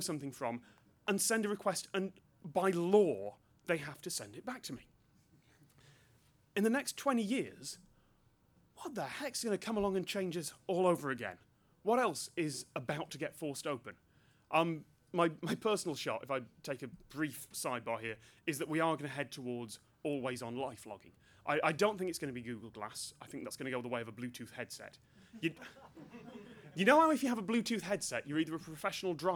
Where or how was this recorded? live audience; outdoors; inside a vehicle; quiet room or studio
live audience